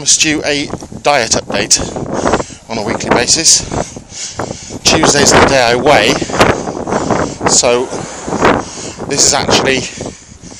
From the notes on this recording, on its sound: Join me on another walk to work